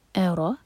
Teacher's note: قل ارائیتم، حمزہ لائٹ، ا را پر فتح تو را ہیوی